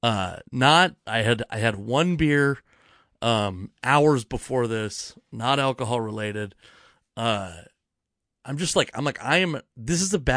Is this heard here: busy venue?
no